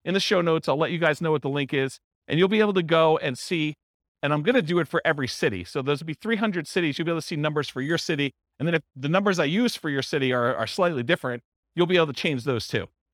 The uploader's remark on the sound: This was a live class recorded